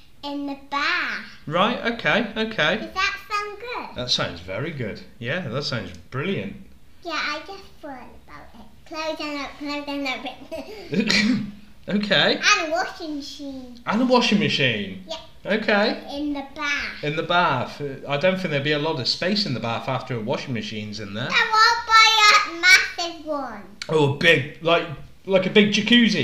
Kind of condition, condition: fault, sounds in the background